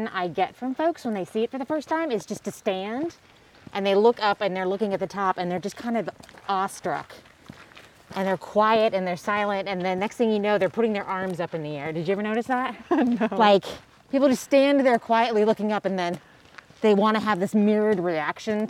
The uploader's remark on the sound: Getting outdoors in the Arizona winter. The Buzz heads outside with visitors and locals alike.